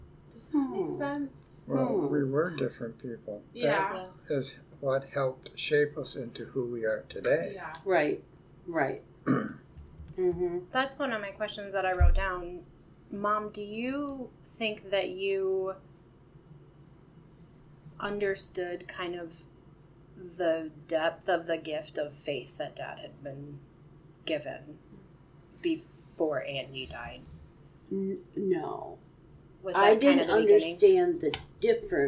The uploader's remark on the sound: The audio is somewhat rough as we were not in a recording studio, but a cottage.